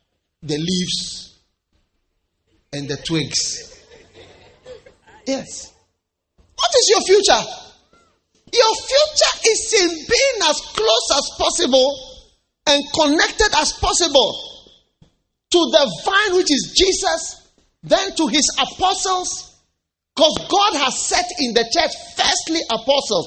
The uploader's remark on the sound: Preached at the First Love Church on 31st December, 2015.